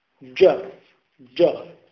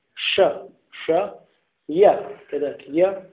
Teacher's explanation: المخرج، تقول جا جا، تلاحظ أنه يخرج من وسط اللسان، شا شا، يا كذلك يا، تلاحظ أن وسط اللسان عضلة